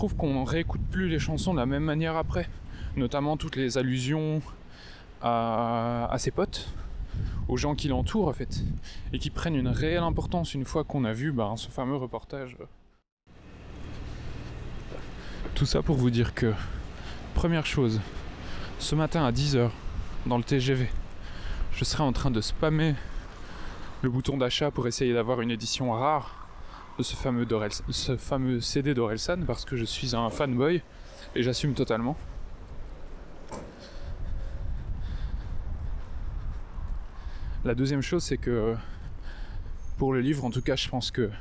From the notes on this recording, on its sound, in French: Cet épisode a été Lmajoritairement enregistré en pleine rue. C'est un plaidoyer pour l'utilisation d'une bonnette anti-vent efficace.